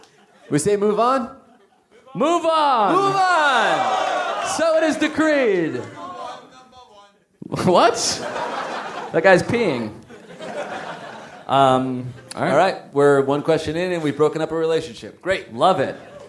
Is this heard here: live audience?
yes